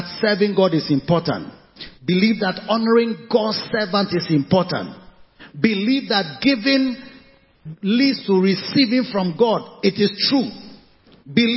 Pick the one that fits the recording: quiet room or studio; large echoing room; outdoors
large echoing room